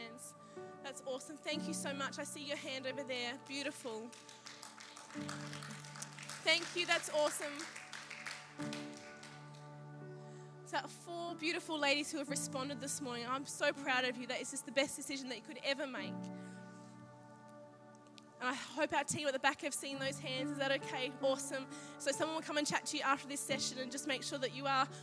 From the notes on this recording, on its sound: Saturday morning message from Confidence Women's Conference 2019.